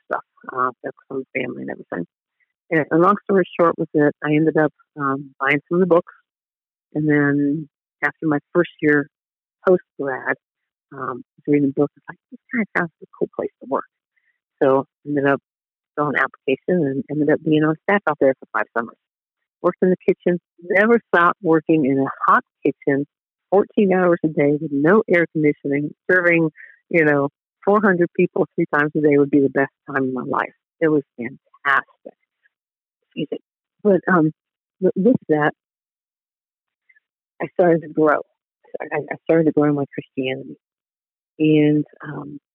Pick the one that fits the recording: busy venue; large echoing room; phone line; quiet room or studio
phone line